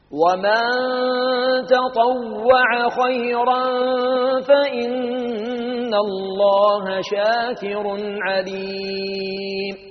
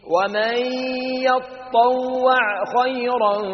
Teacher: يقرأها حمزة والكسائي بالياء المفتوحة والطاء المشددة المفتوحة والعين المجزومة · Shown in: second take